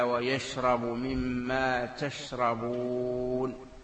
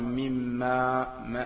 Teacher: إذن يشرب هي متعلق حرف جر من الذي دخل على الموصول وهو ما. مما هي أصلها النون، هذه النون أدغمت في الميم